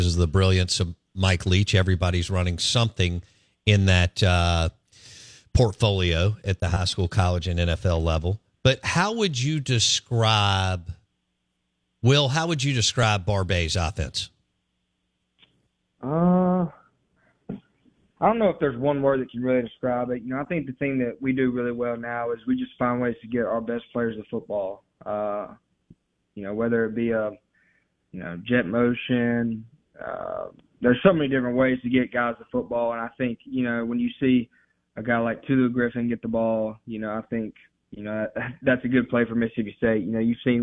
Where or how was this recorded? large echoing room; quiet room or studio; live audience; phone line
phone line